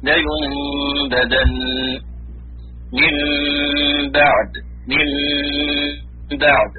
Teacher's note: القلب هو التحويل لغة، وهو جعل حرف مكان حرف مع مراعاة الغنة، ويكون بقلب النون الساكنة أو التنوين ميما ميما، لكنها ليست ميم محققة، ميم مخفى، ميم مخفى لينبدا.